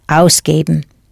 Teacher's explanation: Hear the accent on the first syllable?